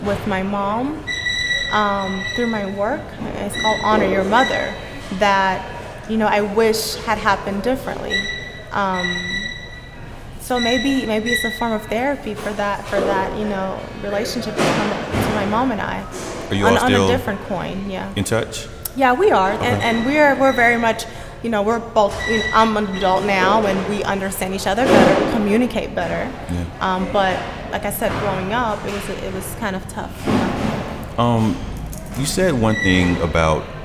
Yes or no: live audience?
yes